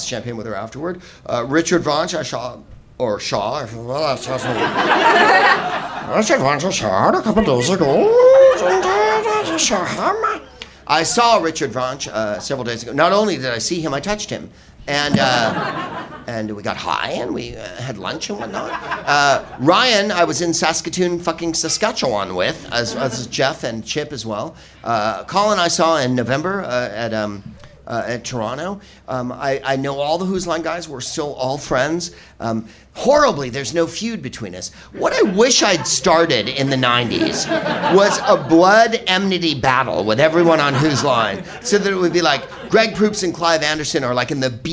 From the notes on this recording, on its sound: Live from the Soho Theatre in London